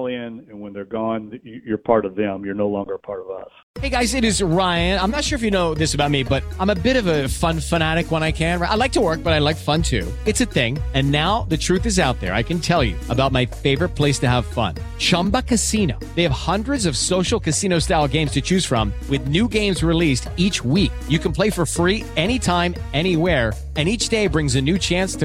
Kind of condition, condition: link, phone line